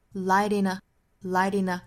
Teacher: light 和 in 之间的连读会把这个小小的 t 这个音爆破音哈，会发成一个类似于 flap t 的音